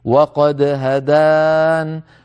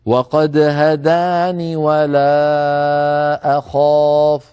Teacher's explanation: نقف عليها بنون ساكنة فنقول وقد هدان، لو وصلناها نصل بنون مكسورة فنقول وقد هداني ولا أخاف بنون مكسورة، هذا في حال الوصل.